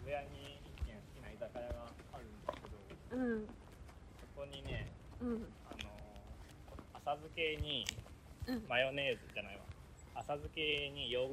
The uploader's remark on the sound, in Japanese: 散歩音声（蟹歩き）。